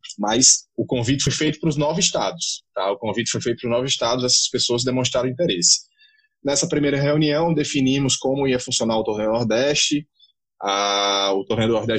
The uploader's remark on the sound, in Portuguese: gravado durante um bate-papo de super aprendizado por uma live do INSTAGRAM